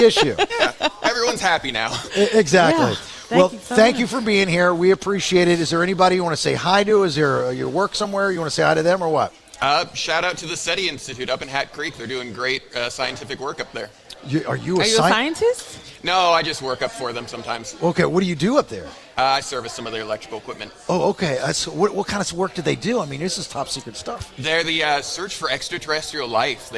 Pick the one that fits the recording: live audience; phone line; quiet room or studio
live audience